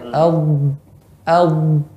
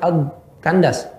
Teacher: getaran suaranya ya dia bukan yang tertahan tapi mengalir ya rokhawah · Shown in: first take